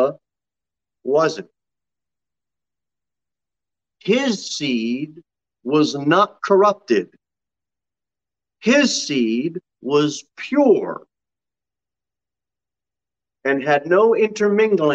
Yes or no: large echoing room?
yes